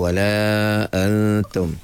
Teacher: Jangan sebut nun kerana nun sini ada pada tulisan saja tak ada pada baca dia panggil ikhfa tersembunyi